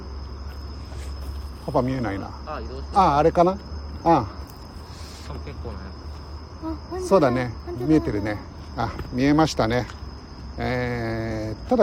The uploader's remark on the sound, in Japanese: LIVE 野毛大塚古墳から国際宇宙ステーション中継。